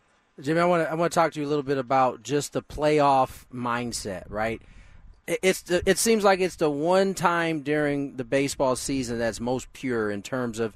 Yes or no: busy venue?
yes